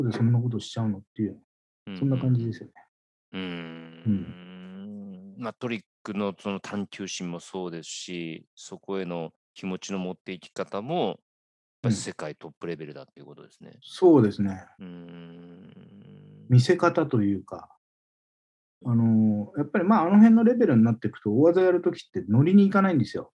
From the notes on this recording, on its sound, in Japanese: オンライン収録